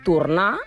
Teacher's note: al País Valencià, què fan? La O es pronuncia tal qual i també pronuncien la R.